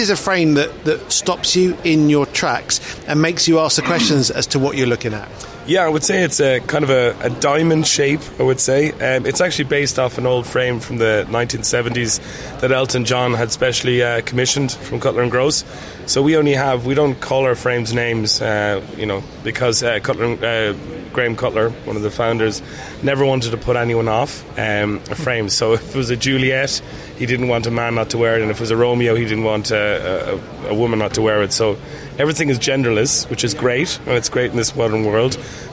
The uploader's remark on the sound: "live" from Silmo Paris 2023